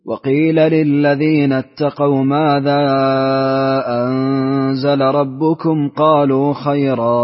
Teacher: اقرأ وسط المنفصل وأسكن ميم الجمع لقالون